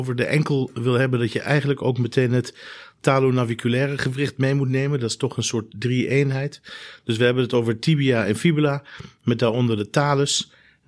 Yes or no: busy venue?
no